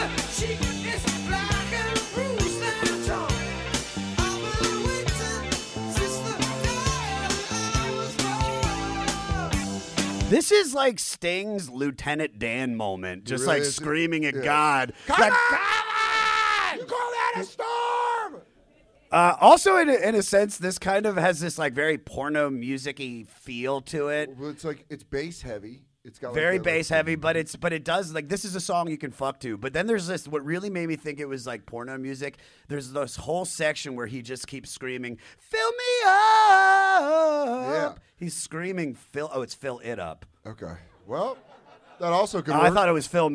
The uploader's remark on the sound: This episode was recorded live at Just For Laughs 42 in Toronto.